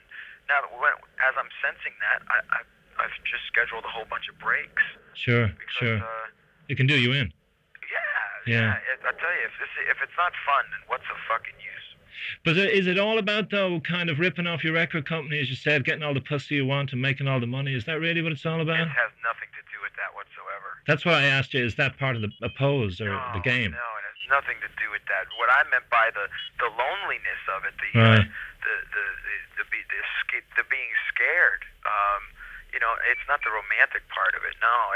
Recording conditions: phone line